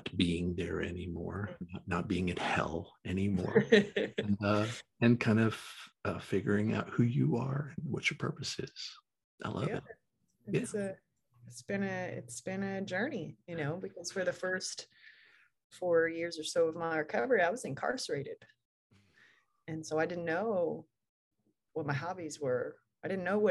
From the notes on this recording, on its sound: Recorded 2.4.2022 from Raleigh, NC & Portland, OR on Zoom